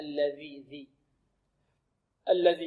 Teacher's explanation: من طرف اللسان مع أطراف الثنايا العليا. الذي، هكذا لابد أن نبرز طرف اللسان، لابد من إبرازه. · Term: الذال